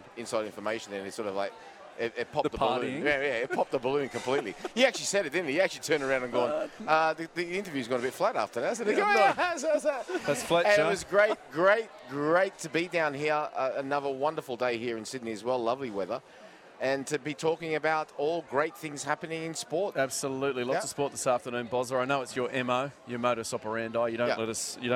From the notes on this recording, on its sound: live from Wahlburgers in Circular Quay